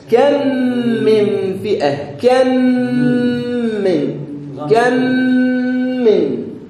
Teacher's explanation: والإدغام هنا يا إخوة هو أن يقع بعد الميم الساكنة ميم أخرى متحركة، ميم أخرى متحركة، فتدغمان الميمان لنستخرج منهن ميم واحدة مشددة، ينتج عنهن ميم واحدة مشددة مع الغنة